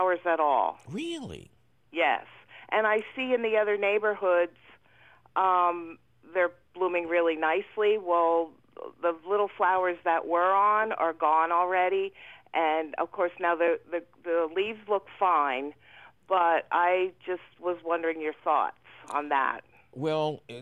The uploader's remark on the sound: Otherwise, it’s a fabulous phone call show!